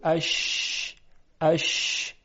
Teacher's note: انتشار هوا در دهان یا انتشار هوا در مخرج حرف شین · Term: تفشی